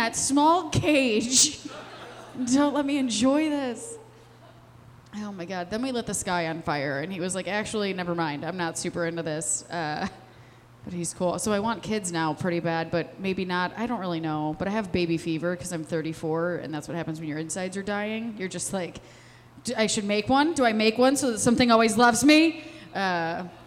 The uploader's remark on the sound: Located at The Co-Prosperity Sphere, a really cool space where the show is also recorded as a podcast for Lumpen Radio.